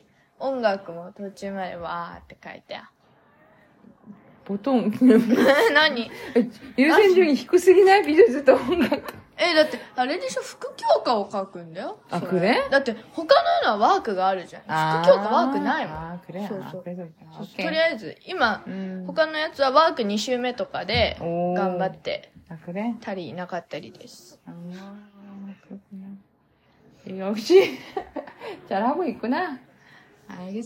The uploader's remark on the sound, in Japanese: ティーンエージャーの叫びを生活雑音と一緒にお聴きください。